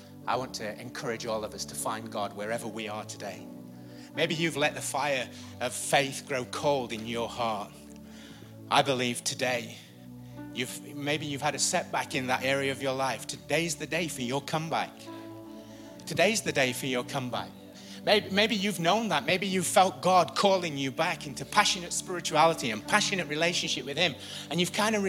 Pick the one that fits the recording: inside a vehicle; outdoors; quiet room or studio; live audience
live audience